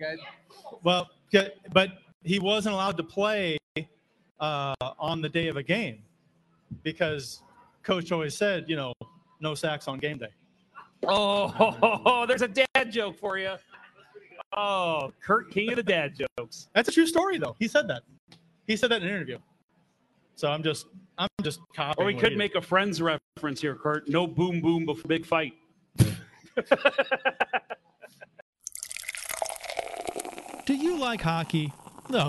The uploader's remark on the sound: LIVE From Cardinals Nation in Downtown St. Louis!